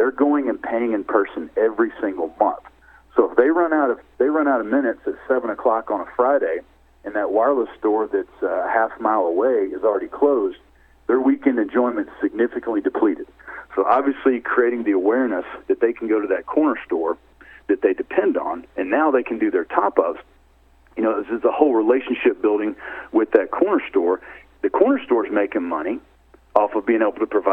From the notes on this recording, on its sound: called in to SmallCapVoice